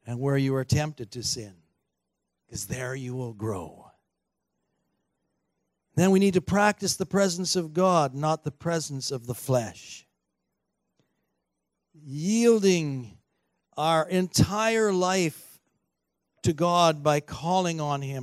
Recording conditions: large echoing room